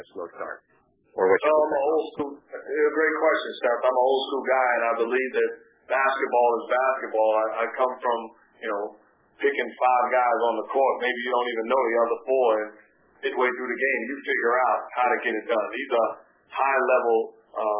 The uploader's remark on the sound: answered questions from season ticket holders during a conference call